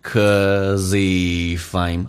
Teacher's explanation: cause 就是 because,可以说成 cause。cause 跟 if 有连叫 cause if,用 z 加 if 叫 causeif。if 跟 I'm 说成 if I'm, 那个 I'm 很显然不用去发双元音了